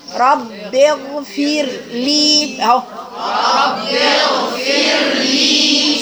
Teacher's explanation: واللي بعدها لام، يبقى هتولي راء مرققة فيها صفة التوسط لأنها ساكنة باينة فيها، وبعدين هتولي مخرج اللام أوسع.